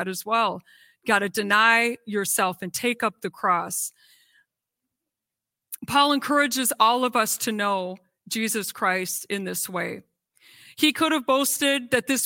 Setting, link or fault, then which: setting, large echoing room